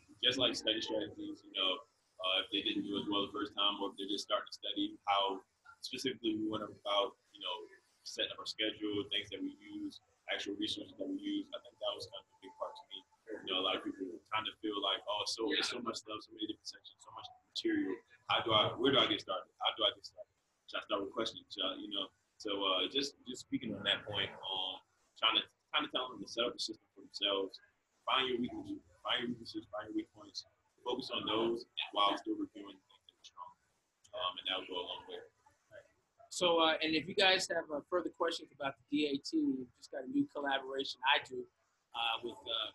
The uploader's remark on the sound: LIVE from Chicago at the 2019 ADEA GoDental Recruitment Event where over 60 Dental Schools gave talks and information to prospective applicants. Over 700 #PreDental students attended.